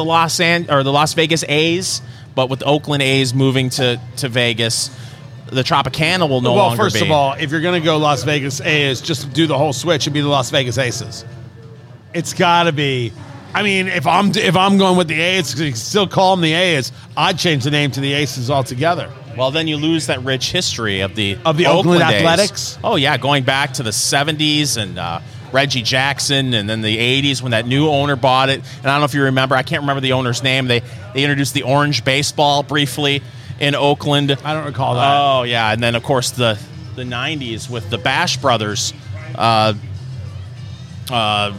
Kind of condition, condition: setting, busy venue